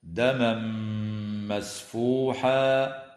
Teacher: ويدغم في الميم مع الغنة